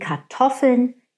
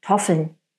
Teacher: Die werden dann einfach zu den Toffeln, ja, wieder angeglichen an unser zweisilbig betontes Schema, ist wieder die Toffel, das die erste Silbe betont und dann kommt eine unbetonte Silbe und wir lassen diese Anfangssilbe von Kar, das lassen wir einfach weg · Shown in: second take